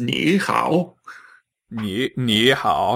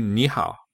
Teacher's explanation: when you have 2 third tones together, the first one turns into a second tone · Shown in: second take